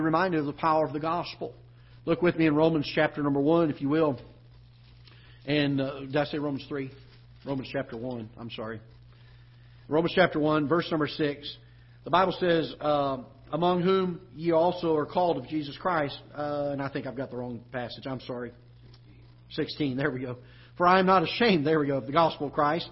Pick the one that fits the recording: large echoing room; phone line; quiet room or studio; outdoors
large echoing room